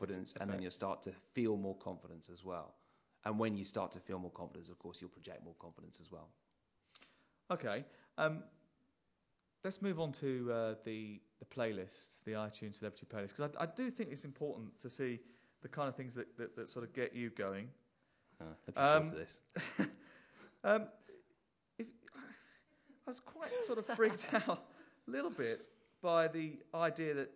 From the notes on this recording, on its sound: ITunes Festival 2010 in London. Demonstrated on an audience member.